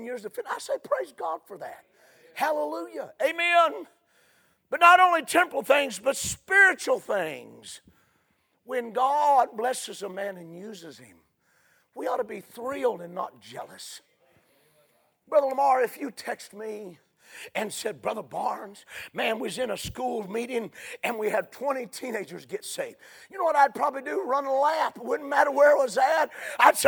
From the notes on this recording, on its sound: A sermon preached Sunday Evening, on May 28, 2023.